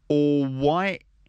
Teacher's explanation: you don't pronounce the T at the end. · Term: London slang accent